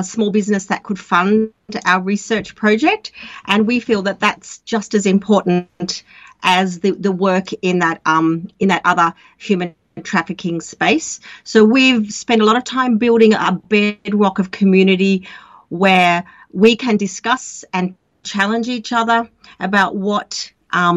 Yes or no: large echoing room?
no